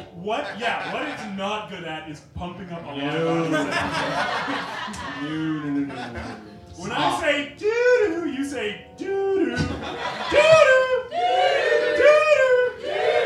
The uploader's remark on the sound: Live At Bad Dog